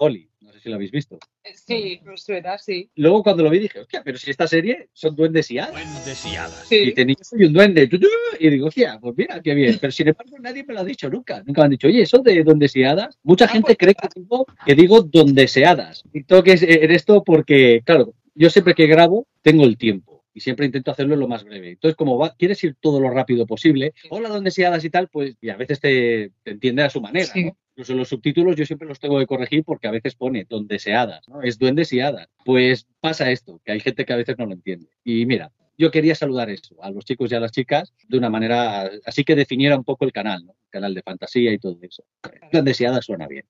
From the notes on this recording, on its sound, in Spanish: Aprovechamos para disculparnos por la calidad del audio, tuvimos algunos problemillas técnicos en el metaverso...